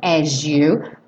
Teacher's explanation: a gente ganhou aí um som de J nesse S